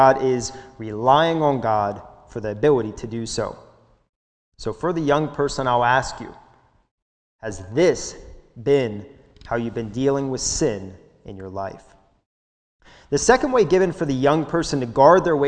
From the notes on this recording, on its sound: This sermon was recorded live at the Lebanon Bible Fellowship Church in Lebanon, PA during the morning service.